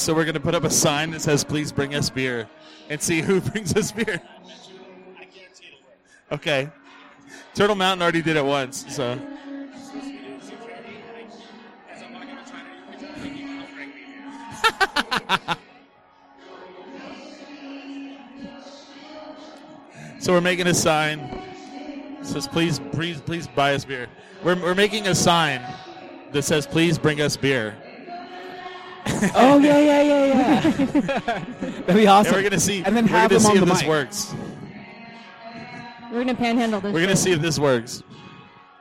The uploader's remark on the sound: The gang records a show from The Alibi's Untapped.